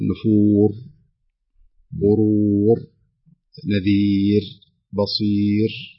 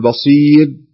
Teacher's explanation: فالصحيح أن تكون الراء مكررة · Shown in: first take · وهذه كما ذكرنا صفة ذاتية في الحرف، يعني أصل في الحرف لا يستطيع الإنسان أن يتخلى عنها، فإذا ترك التكرار فإن الحرف سيختفي نهائيا.